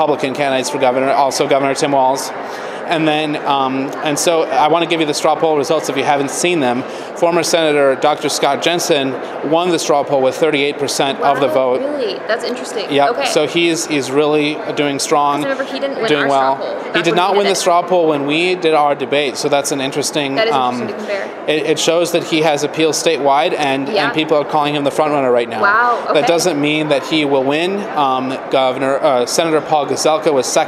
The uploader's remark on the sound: broadcast live from the Minnesota State Capitol!